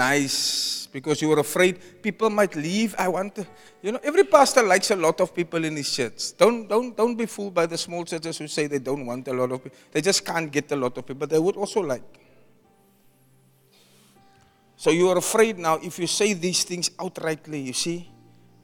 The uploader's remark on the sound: Preached at Zion Sanctuary, Cape Town on the 3 March 2024